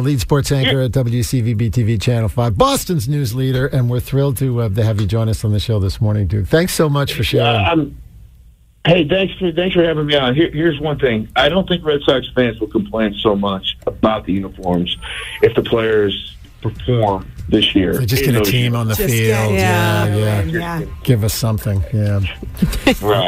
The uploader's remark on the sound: called in to discuss